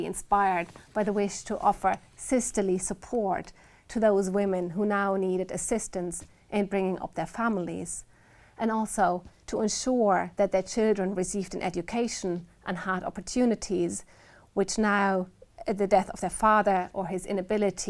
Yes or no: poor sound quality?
no